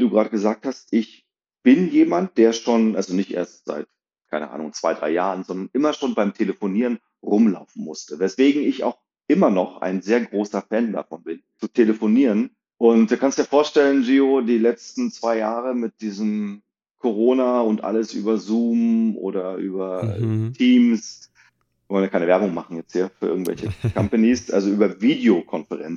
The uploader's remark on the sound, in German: Leider hat die Audioqualität unserer Aufnahme etwas gelitten.